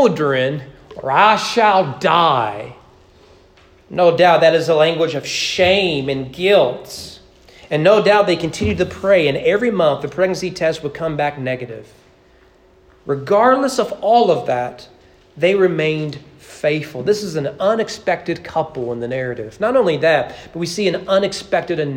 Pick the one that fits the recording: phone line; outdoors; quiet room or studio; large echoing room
large echoing room